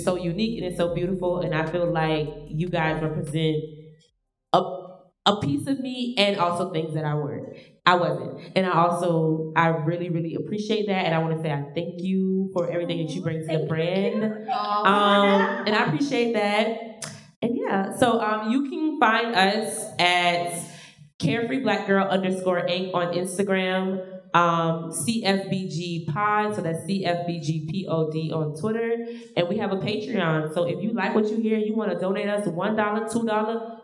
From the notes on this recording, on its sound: a live taping of #CareFreeBlackGirl